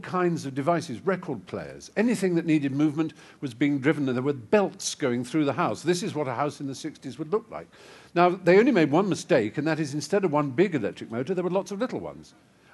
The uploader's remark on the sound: a capacity audience at the Apple Store, Regent Street on a snowy February evening